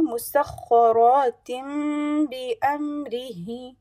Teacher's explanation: I'm changing the tanween into meem and also reciting it with a ghunna of two haraka long. Musakhkharatin bi amri, and I'm stopping on ha, making it a sukoon. · Term: iqlab